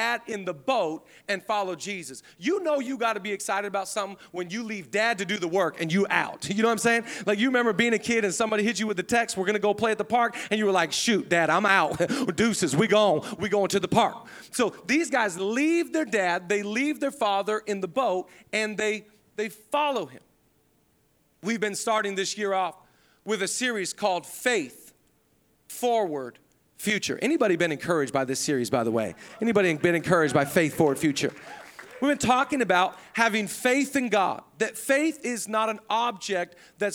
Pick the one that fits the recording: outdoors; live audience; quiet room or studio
live audience